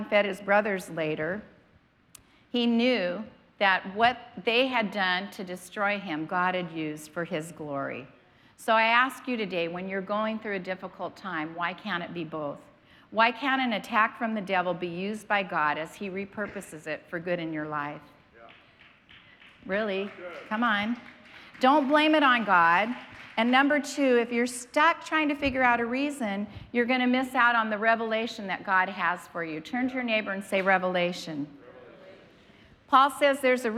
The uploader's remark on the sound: was preached on March 27th at the 10AM service.